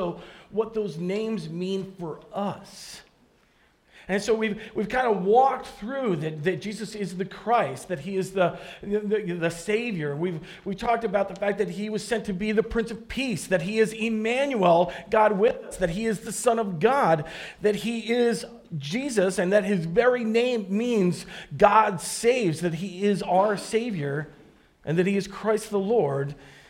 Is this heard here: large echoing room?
yes